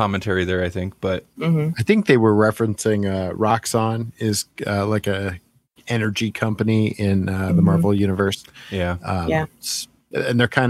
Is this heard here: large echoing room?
no